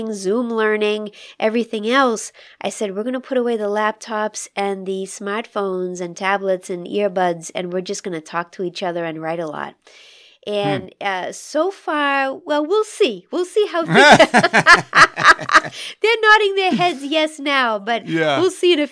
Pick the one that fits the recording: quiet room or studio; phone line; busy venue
quiet room or studio